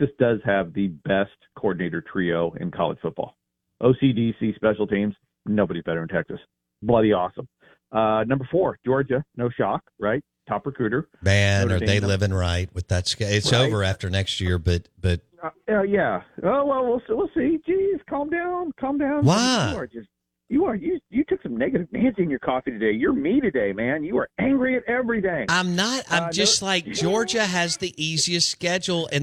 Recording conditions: phone line